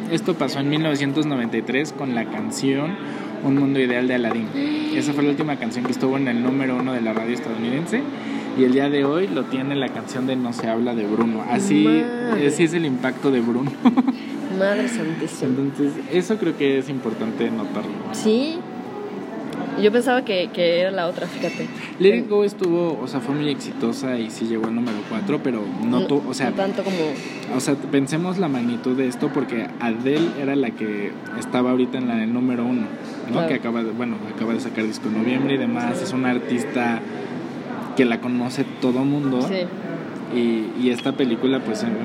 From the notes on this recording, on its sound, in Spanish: grabado en un café